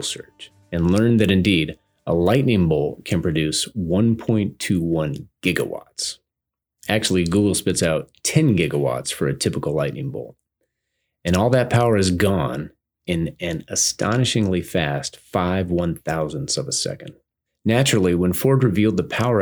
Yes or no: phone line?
no